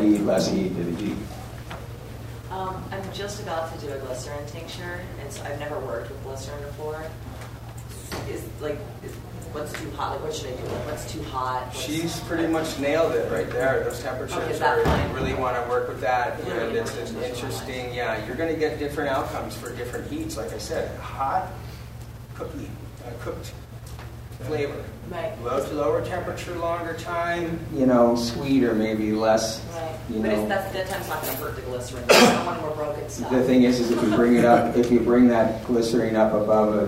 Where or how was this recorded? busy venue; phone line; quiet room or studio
busy venue